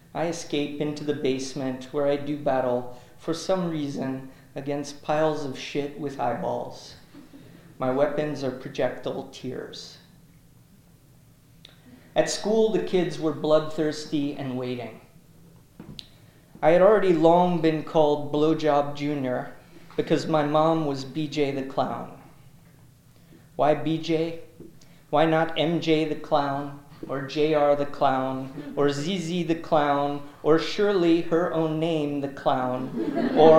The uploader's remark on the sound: This talk was recorded in Memorial Hall at UMass Amherst.